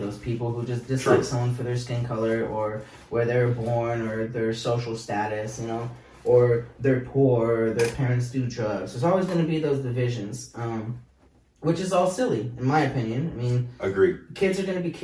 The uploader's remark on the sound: The audio is bad due to the fact that it was lost, so you're listening to the camera audio